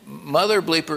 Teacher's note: Mother bleeper is two trochees in a row, two trochaic feet, short, long, short.